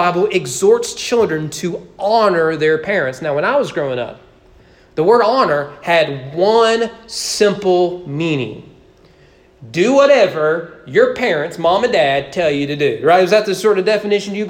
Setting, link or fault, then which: setting, large echoing room